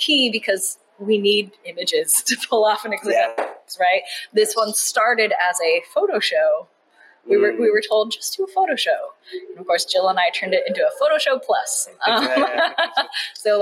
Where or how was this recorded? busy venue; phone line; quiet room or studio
busy venue